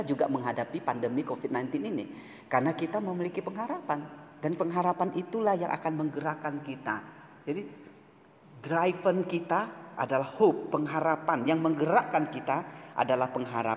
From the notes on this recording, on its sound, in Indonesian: Jalan Kalimantan No.9. GSRI SINGKAWANG. Rekaman ibadah pemuda.